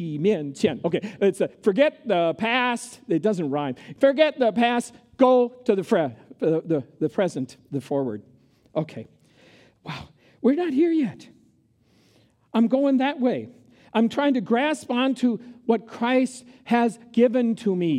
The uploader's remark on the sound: Recorded live at Word of Life Church in Le Sueur, Minnesota, on August 20, 2023.